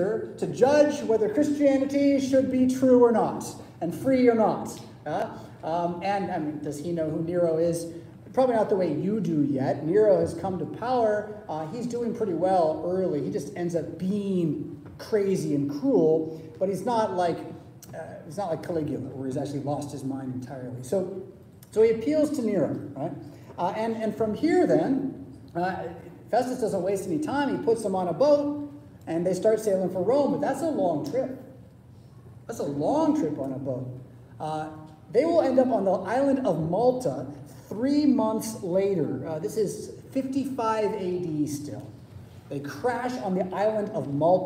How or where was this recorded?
large echoing room